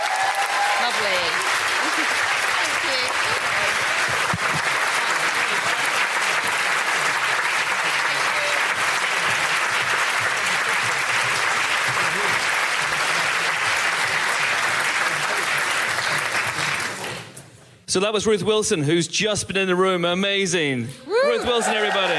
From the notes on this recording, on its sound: Live Podcast Special.